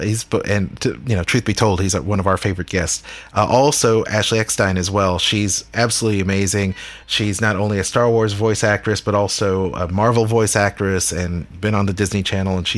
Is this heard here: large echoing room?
no